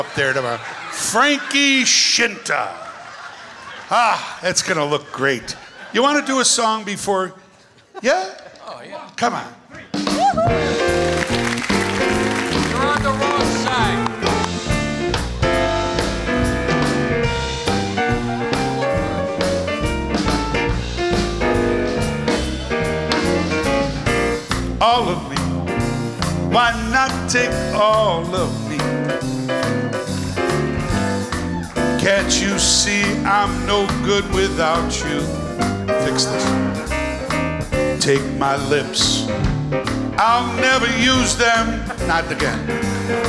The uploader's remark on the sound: Live at the South Point Casino